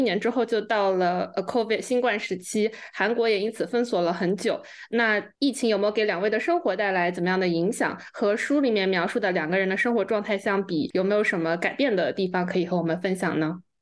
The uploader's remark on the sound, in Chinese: 连线采访